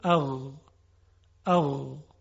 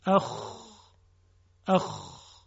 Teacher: در ابتدای حلق که به اون ادنا الحلق گفته میشه، ادنا یعنی ابتدا، ادنا الحلق محل تلفظ دو حرف است، غین و خا یک خصوصیت مشترک دارن و اون این هست که موقع تلفظشون جداره حلق به ارتعاش در میاد و میلرزه. در غین این ارتعاش خیلی لطیفه، در خا یه مقداری خشنه